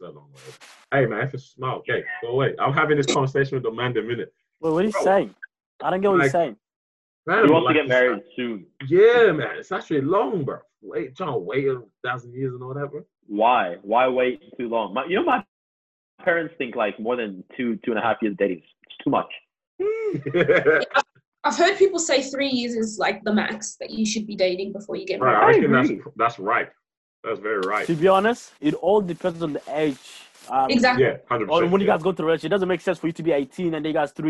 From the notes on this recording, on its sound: Welcome to our first over-the-phone podcast.